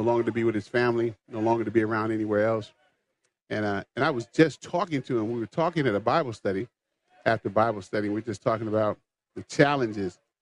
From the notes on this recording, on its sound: LIVE from the MN State Fair